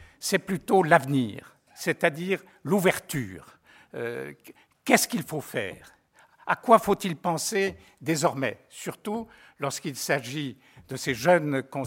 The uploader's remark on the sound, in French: Enregistrée le 22 janvier 2015 dans le cadre du colloque « Patrimoines spoliés.